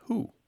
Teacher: But when we have that W sound, the wa-wa-wa, and it's followed by certain vowel sounds, sometimes that W sound collapses into the vowel. It's just a mechanical thing that's easier for mouths to do, even for careful, educated speakers.